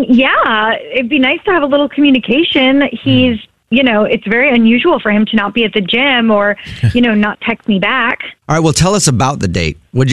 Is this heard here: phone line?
yes